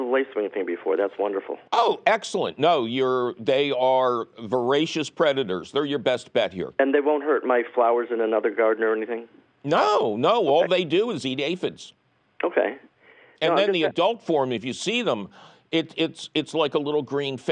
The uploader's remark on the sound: your Fabulous phone calls!